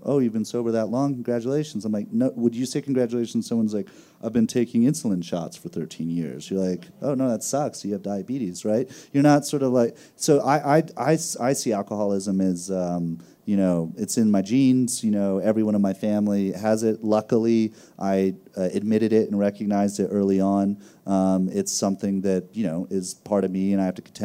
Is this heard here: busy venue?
yes